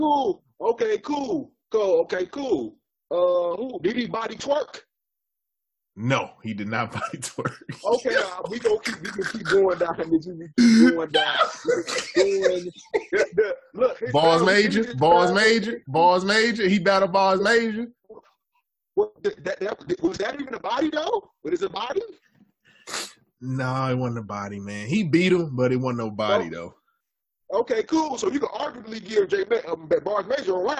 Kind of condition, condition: fault, poor sound quality